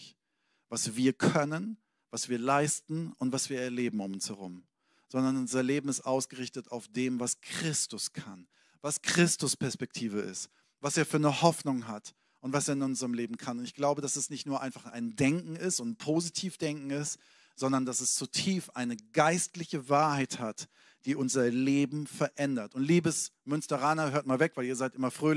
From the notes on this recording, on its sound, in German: Sonntagspredigt aus dem Standort Bochum.